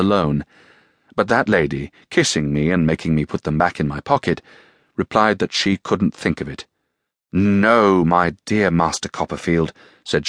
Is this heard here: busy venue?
no